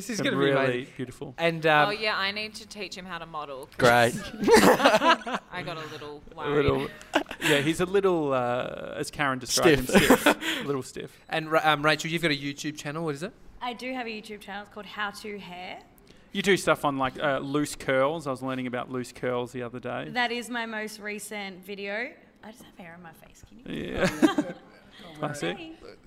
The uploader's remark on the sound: After getting a haircut at Kings Domain Barber Shop, we headed across the road to the Joey Scandizzo Salon.